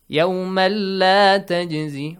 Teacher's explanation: And it's not with ghunna. You don't need to produce a nasal sound to stick around or, for example, prolong the sound for two counts.